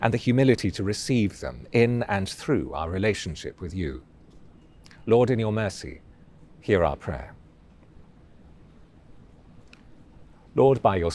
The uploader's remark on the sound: Recorded outdoors from a churchyard in the City of London.